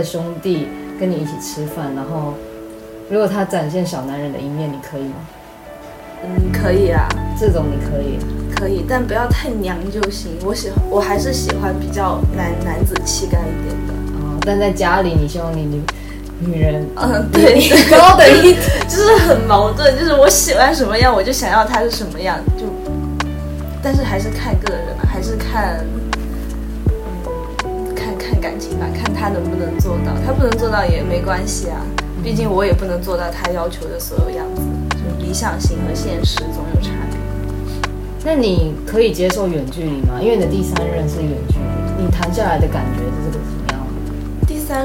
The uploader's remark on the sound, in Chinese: 因為我們的錄音設備和環境太差。周圍雜音會太明顯。